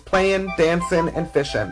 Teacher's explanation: the ing ending shortens to an in, and this results in words such as playing, dancing, and fishing.